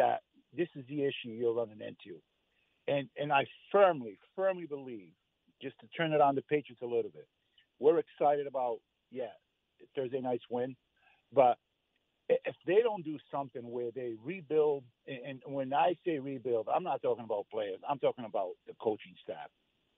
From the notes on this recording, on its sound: take your calls texts and tweets live on the air